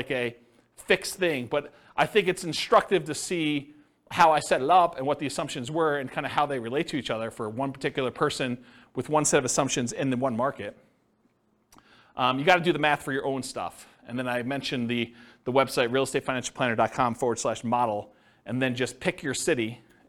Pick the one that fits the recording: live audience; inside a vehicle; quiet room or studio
live audience